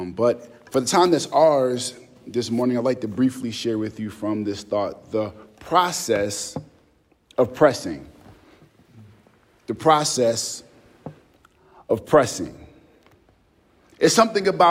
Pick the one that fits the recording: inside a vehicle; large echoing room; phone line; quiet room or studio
large echoing room